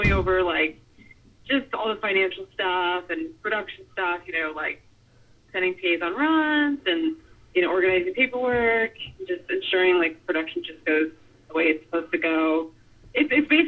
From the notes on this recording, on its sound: gets on the phone (one by one)